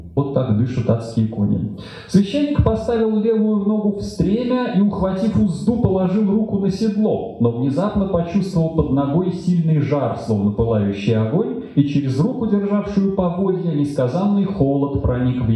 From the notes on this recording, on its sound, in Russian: Дом культуры "Ясная Поляна 13 мая 2017 года. Лекция в рамках цикла "История и литература" Дом культуры "Ясная Поляна.